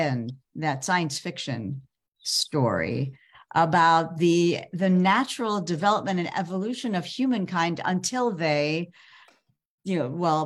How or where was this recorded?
video call